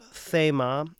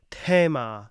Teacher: It's not thema. It's a soft and aspirated T. · Shown in: second take